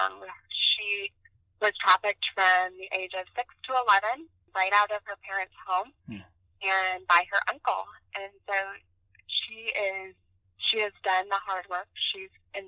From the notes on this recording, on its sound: This was recorded on the phone after a few other options were not working, and wasn’t the best audio recording